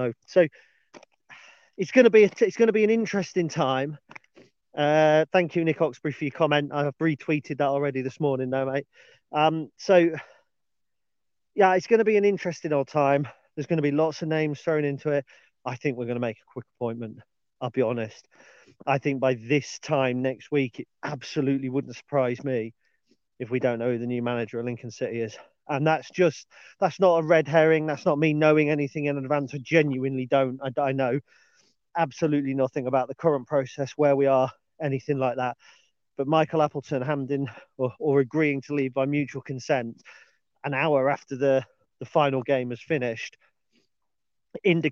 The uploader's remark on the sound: on today's dog walk